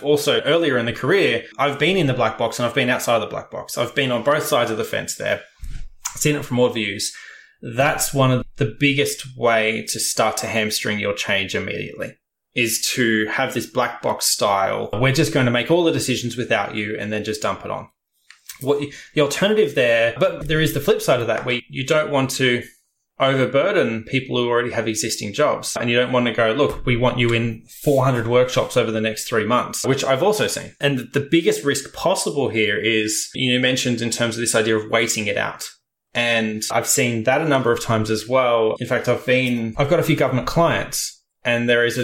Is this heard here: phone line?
no